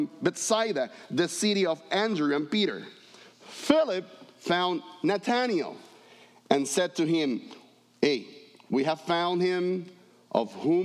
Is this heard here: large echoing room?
yes